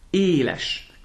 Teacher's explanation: We really hear the E with the accent and then the open E that doesn't have an accent.